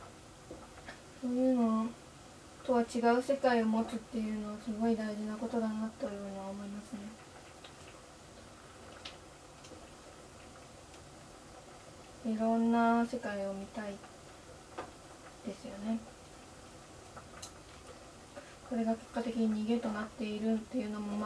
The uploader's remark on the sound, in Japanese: 鶏飯作りながら初回を録る。鶏飯という料理を作りながら録りましたが、初めての料理しながらのラジオ、いい感じの生活音かもですね。でも録ってる間にしてたのは丸鶏ガラスープを作るグツグツ音だけでしたが！